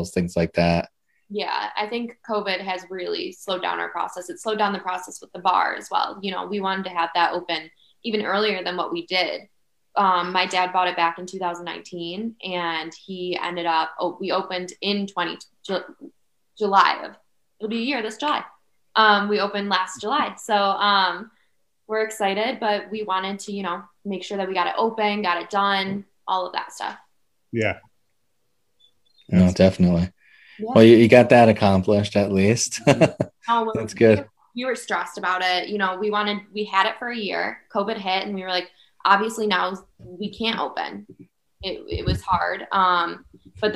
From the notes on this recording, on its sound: Record Live on Zoom